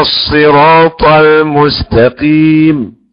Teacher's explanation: الصراط الطاء مفخمة، الصراط اللام مرققة